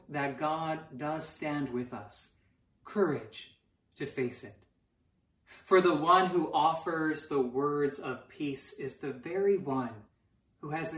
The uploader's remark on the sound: Sermons from Old South Church in Boston.